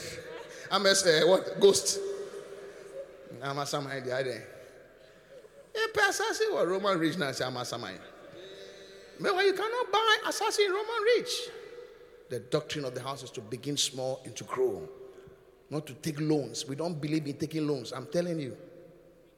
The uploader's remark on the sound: Preached at the Qodesh